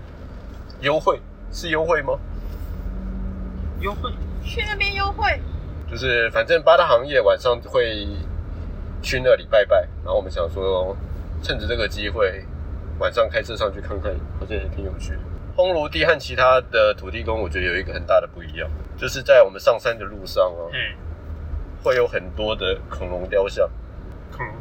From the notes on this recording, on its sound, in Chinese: 車上錄音。閒聊兜風遊車河。